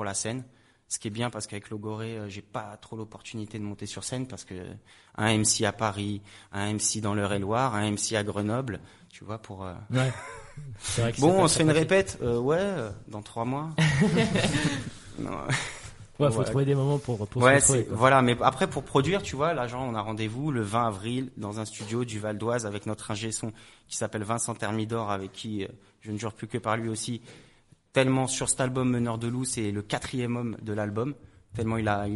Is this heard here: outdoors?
no